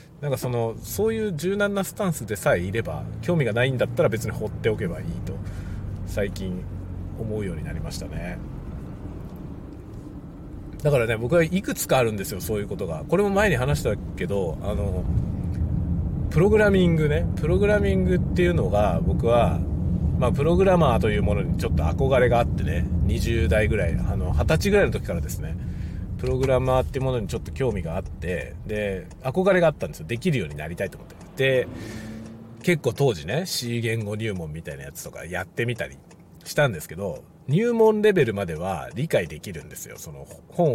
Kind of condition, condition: setting, inside a vehicle